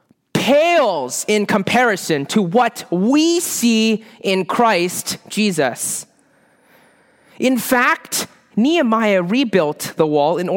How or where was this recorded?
large echoing room